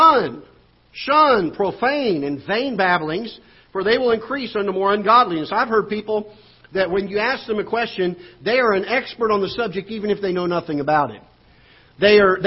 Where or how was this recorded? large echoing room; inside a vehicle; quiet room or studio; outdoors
large echoing room